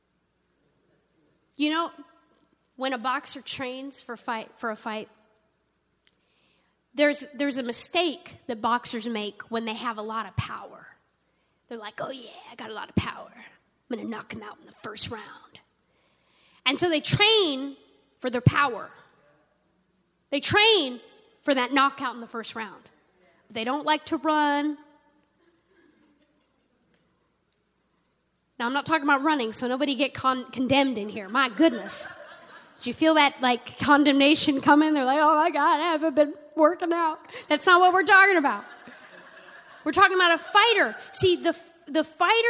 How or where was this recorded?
large echoing room